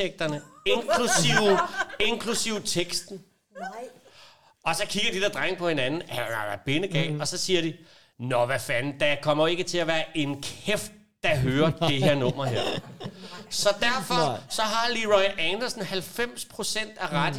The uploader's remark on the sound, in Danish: Optaget LIVE i Kulturium, Ishøj.